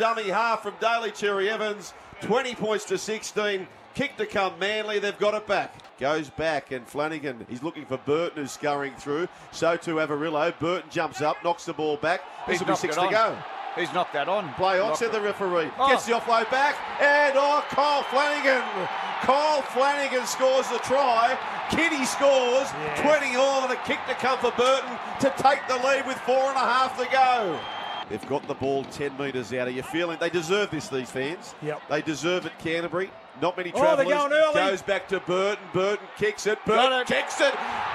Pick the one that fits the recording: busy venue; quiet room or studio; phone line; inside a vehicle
busy venue